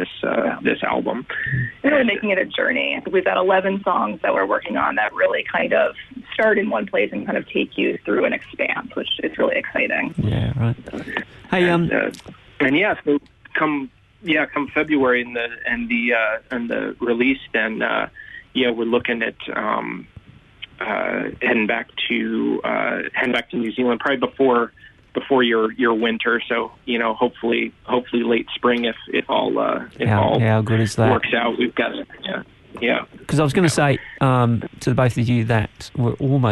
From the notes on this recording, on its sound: LIVE on the line from the States